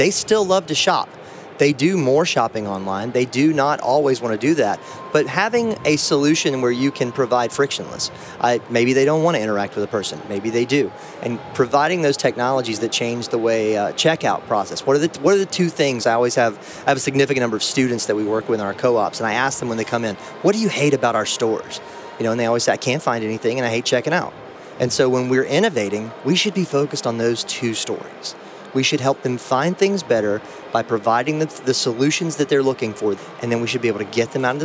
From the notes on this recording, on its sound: recorded at NRF Big Show 2018